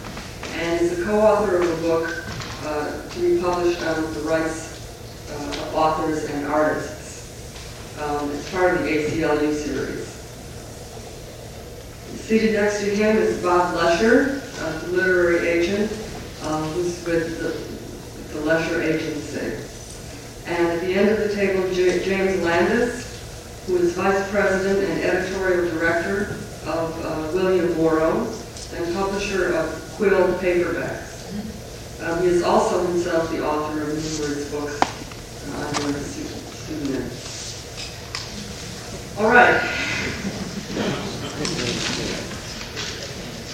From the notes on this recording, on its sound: Organized by PEN's Author's Right to Information Committee. The floor is then opened to the audience for any comments or questions.